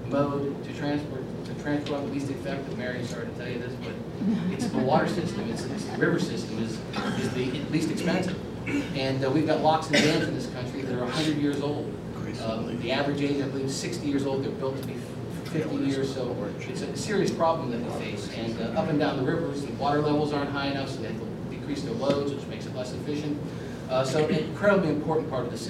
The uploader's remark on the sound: WASHINGTON, D.C. A speech to a breakfast meeting of The Ripon Society.